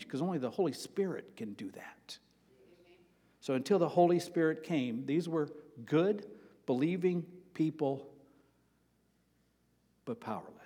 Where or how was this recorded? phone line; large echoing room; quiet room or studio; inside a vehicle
large echoing room